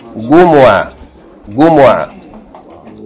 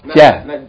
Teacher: They pronounce the letter Jim like English G. · Shown in: first take · And they don't say Jumu'ah, they say Gumu'ah.